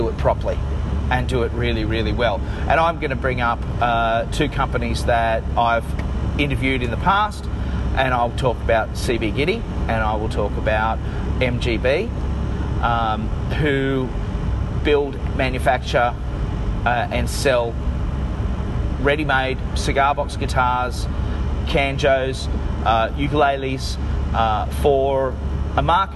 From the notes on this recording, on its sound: Sorry about having to record this in the car but here it is, warts and all.